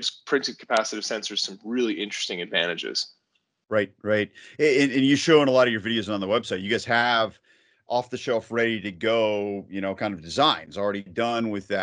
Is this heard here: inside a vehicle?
no